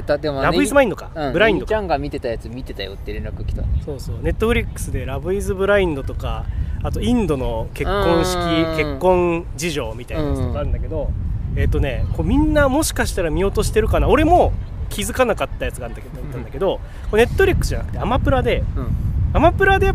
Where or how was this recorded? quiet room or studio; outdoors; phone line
outdoors